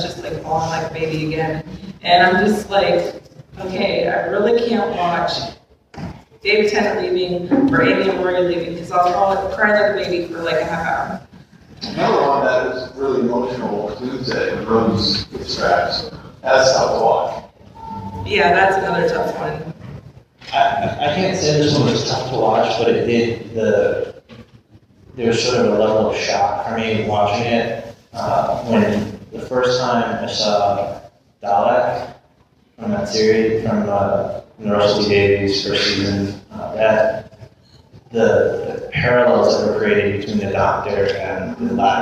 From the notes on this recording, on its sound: We apologize for the audio quality. Part of the delay in its release is because of some tweaking to the audio that needed to be done. There are times that this recording is inaudible, but we hope you will understand.